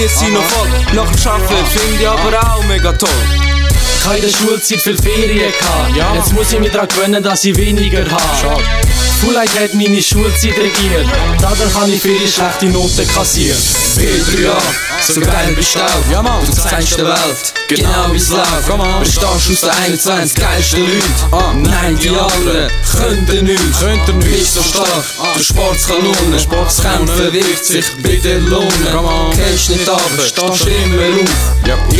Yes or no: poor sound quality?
no